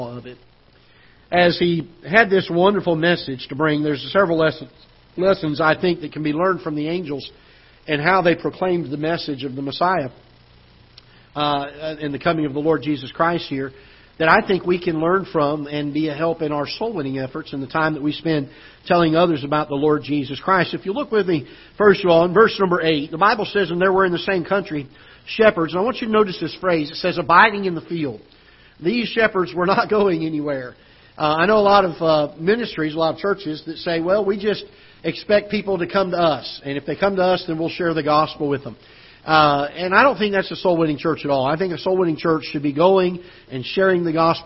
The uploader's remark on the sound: Ketha Heights Baptist Church ~ Live Broadcast